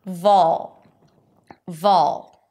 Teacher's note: this is a dark L, so it colors the vowel before, vol. And it actually sounds like you're putting a neutral O sound, or the O as in all, before the L sound, vol, vol.